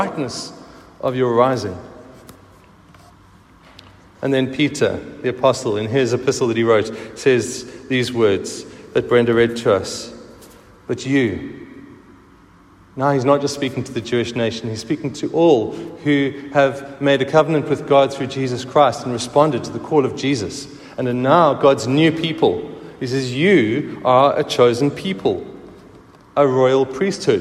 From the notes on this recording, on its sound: Recorded at the 9:30am service.